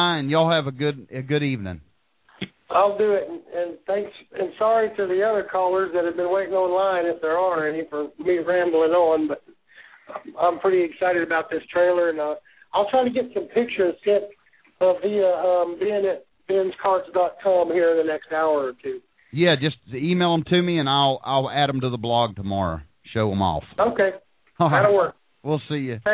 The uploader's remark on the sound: Street Vendor Call in show. Call in during the live Hot Dog Vendor Radio show with your questions or comments.